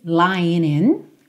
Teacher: O G do lying não é pronunciado, o N já liga no in